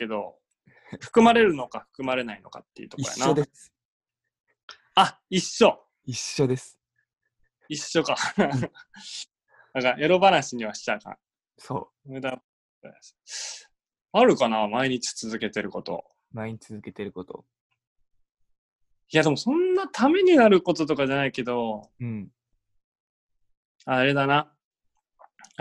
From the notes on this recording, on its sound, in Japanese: 今回はzoomによる収録です。